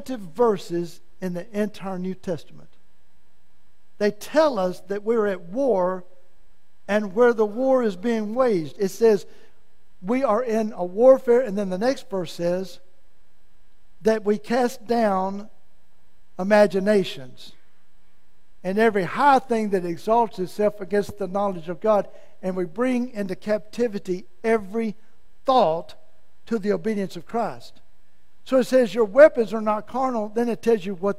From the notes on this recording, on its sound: In the main service at First Assembly of God in Malvern, Arkansas.